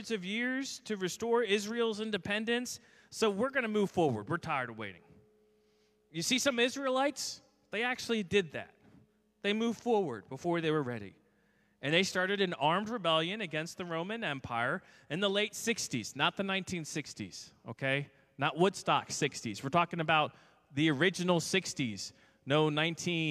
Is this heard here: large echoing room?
yes